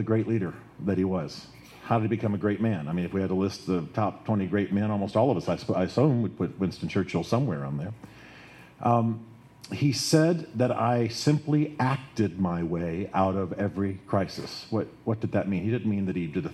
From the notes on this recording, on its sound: Live: From The Great Man Event, May 27th, 2014. At The Standard Restaurant in Nashville, Tennessee.